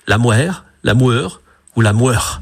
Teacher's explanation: ils avançaient les lèvres en avant, ils labialisaient, et ils disaient la moire, la moeur ou la moeur.